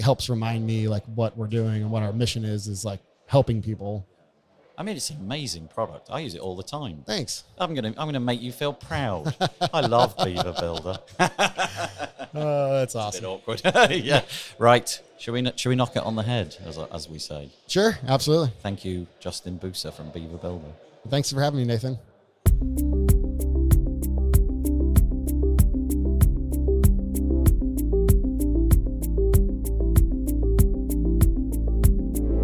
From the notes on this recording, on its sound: Today is another episode which was recorded live in the halls of the Estrel Hotel in Berlin. This was the location of WordCamp Europe in 2019. You’re going to be hearing some background noise, as I found it nye on impossible to keep 3,000 WordPressers quiet!